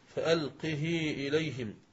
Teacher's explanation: فألقه إليهم في النمل بكسر الهاء وصلتها · Term: صلة الهاء